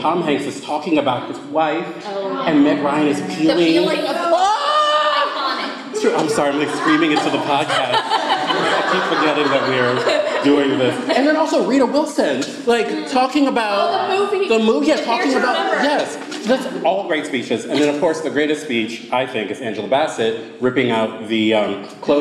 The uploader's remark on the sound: A recording of our live show from our summer Reader Retreat this past weekend! Studio D Podcast Production. Thomasville, Georgia.